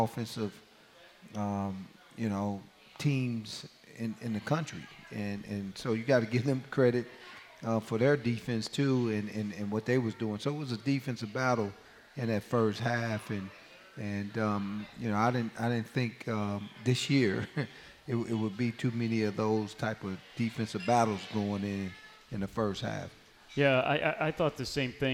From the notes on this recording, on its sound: From the County Seat Sports Grille in Downtown Lillington, it's Camel Call Live.